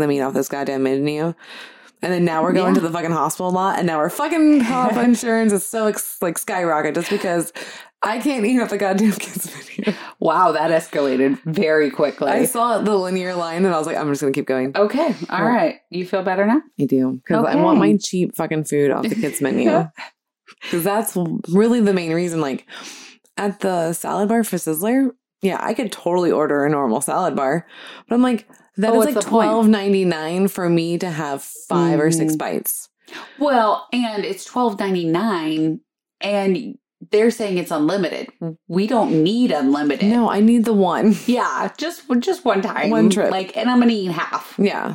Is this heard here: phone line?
no